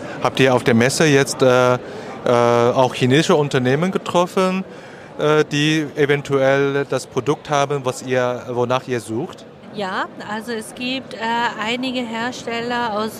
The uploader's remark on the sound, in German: Live Interview auf Hannover Messe 2023